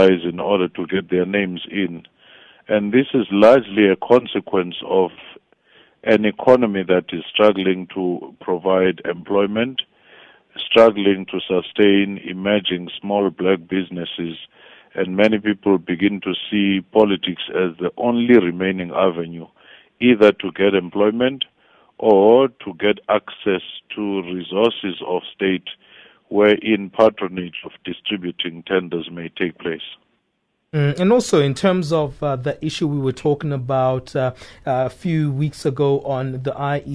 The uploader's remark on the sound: We are joined on the line.